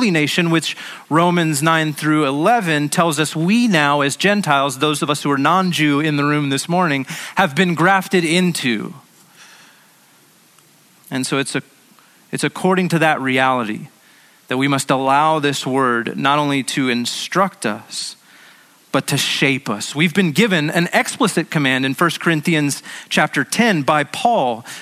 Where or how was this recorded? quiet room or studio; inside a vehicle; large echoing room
large echoing room